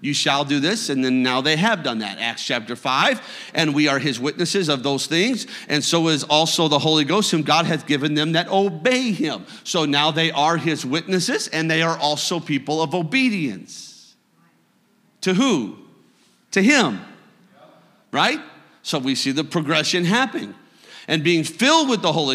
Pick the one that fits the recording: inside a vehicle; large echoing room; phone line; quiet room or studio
large echoing room